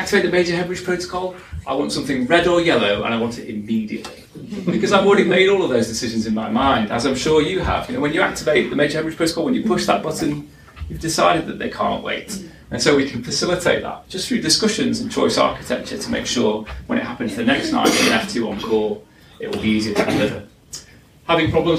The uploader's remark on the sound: Our latest podcast from the #stemlynsLIVE conference last year.